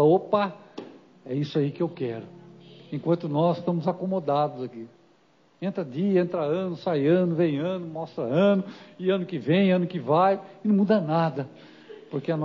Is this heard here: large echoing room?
yes